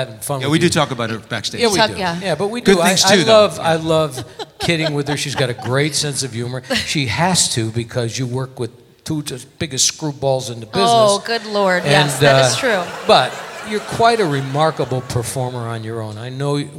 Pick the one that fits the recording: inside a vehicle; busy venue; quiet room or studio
busy venue